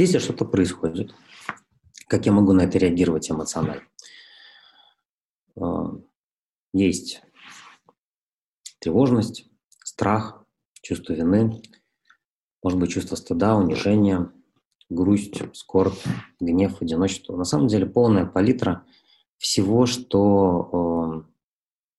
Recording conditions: video call